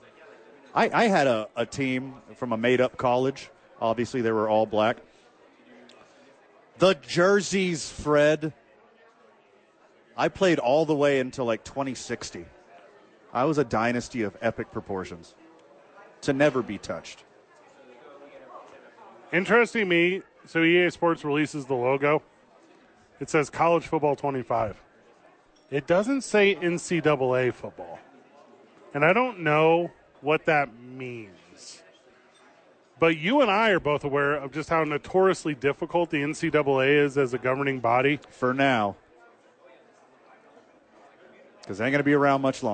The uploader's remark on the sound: live from Sadies